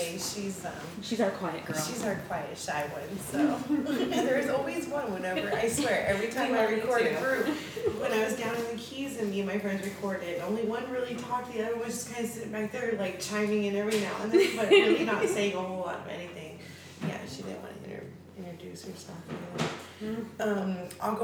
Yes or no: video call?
no